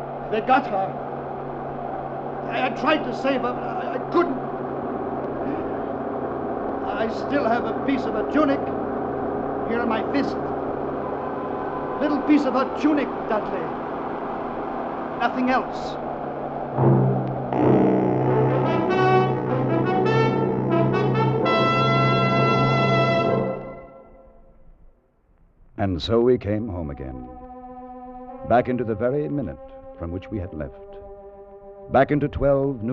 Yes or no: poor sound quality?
yes